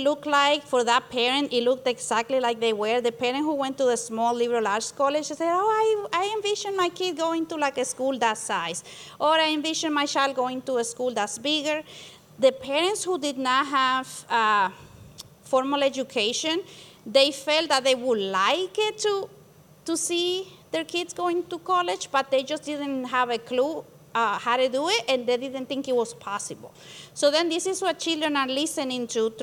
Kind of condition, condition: setting, busy venue